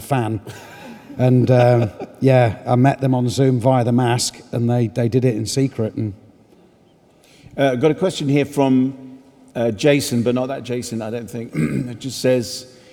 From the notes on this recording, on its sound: In this special live version of the show from Union Chapel in Islington